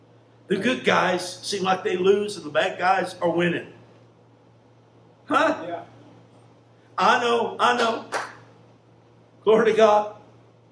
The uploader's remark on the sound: Live Church Service.